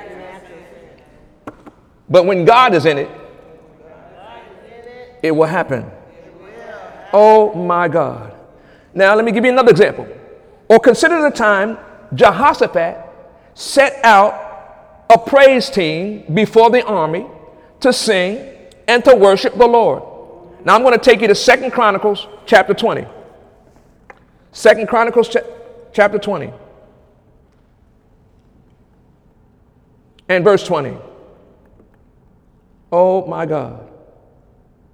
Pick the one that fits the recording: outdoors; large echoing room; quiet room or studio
large echoing room